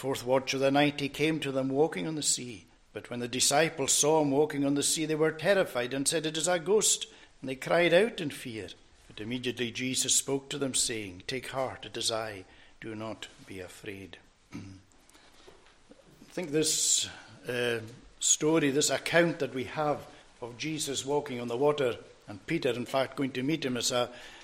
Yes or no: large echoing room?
yes